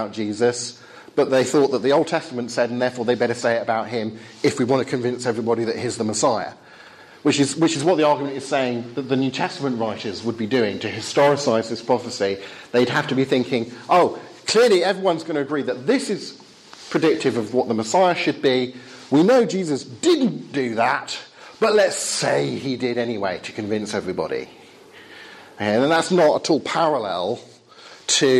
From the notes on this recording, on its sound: Talk with Q&A from Highfield Church Southampton